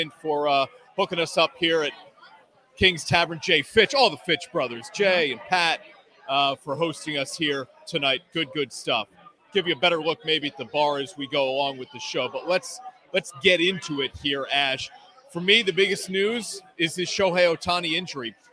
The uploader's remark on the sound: LIVE from Kings Tavern in Saratoga Springs!